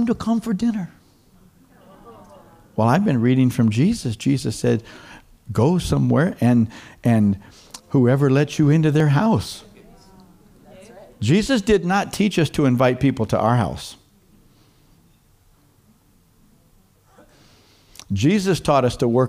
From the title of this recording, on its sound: Foursquare Centenary Conference - Day 2, Session 3